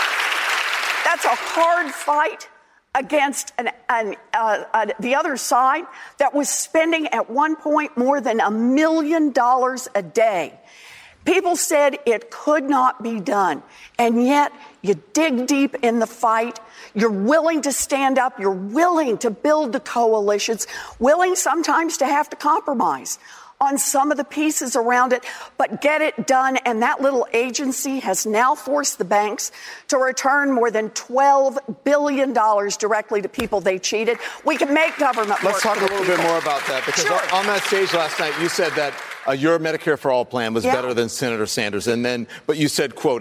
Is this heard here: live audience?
yes